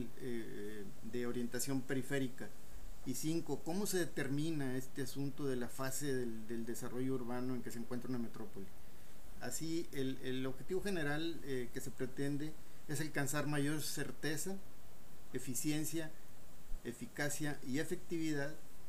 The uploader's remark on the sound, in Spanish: Los audios fueron tomados de diversas fuentes, por lo que la calidad y el volumen del sonido pueden variar.